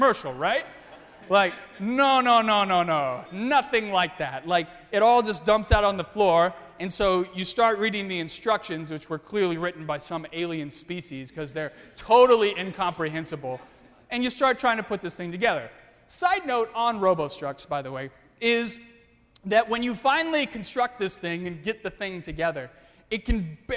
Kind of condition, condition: setting, large echoing room